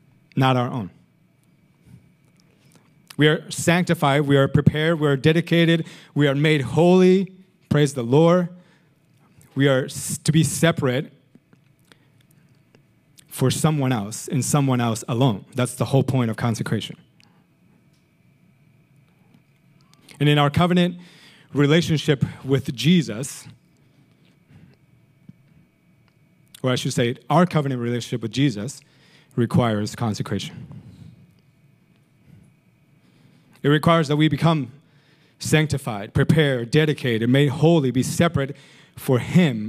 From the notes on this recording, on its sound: Recorded sunday evening service at Reunion Hawaii